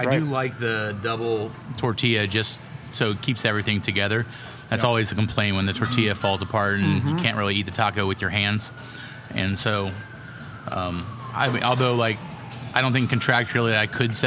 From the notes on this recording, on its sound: GUY’S BROADWAY BODEGA! On Location! To taste test the tasty tacos at the new GUY'S BROADWAY BODEGA in the Crossroads. At the confluence of Broadway and Southwest Boulevard.